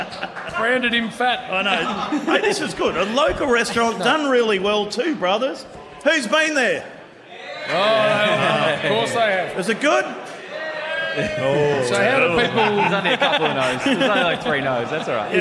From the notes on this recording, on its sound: broadcasting live from the Pink Hill Hotel in Beaconsfield - and she's a massive crowd!